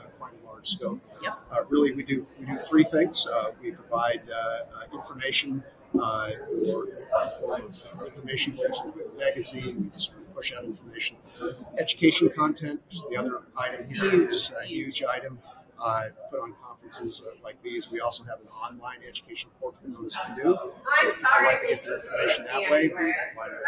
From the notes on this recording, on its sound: Live at the SIIA 2022 Engage Conference